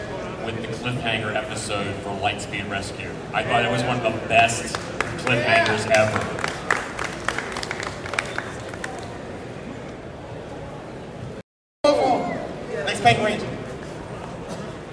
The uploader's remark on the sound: Power Rangers Panel at TCG Con 2024 in Houston Texas